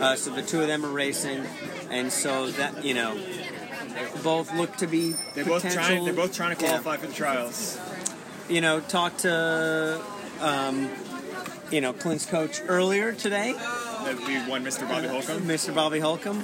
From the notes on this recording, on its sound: On location from South Coast Pizza after the Hal Canfield Mile